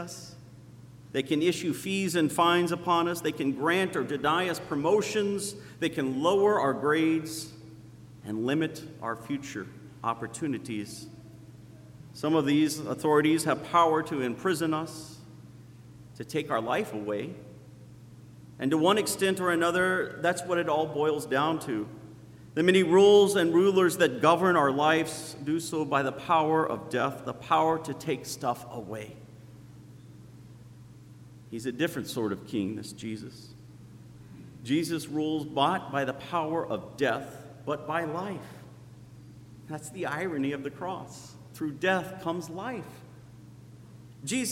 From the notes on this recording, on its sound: Sermon preached on Christ the King Sunday. At Zion Lutheran Church in Muscatine, Iowa.